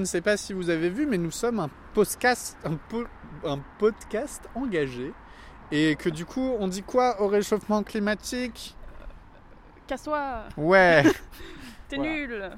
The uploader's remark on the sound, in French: On sait que c'est pas bien tout pareil et que des fois on entend et des fois on entend pas. Il y a beaucoup de bruits de voiture dans cet épisode.